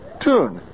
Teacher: We just have the ooh, it's not a diphthong there